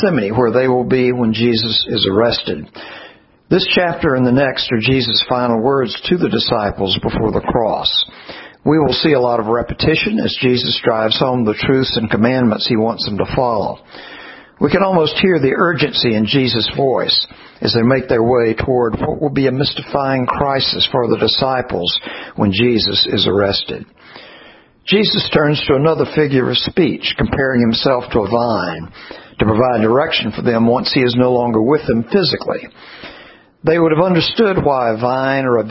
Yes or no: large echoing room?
yes